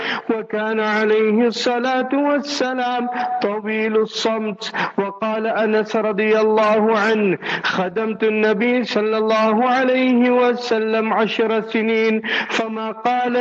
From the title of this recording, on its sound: Jumah Lecture at Rainbow Masjid